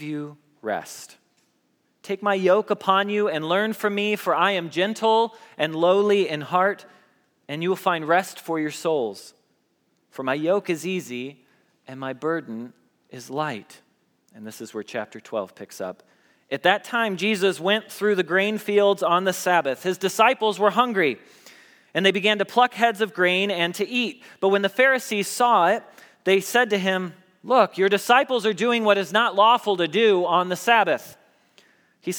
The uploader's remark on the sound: Message Preached at Valley Creek Church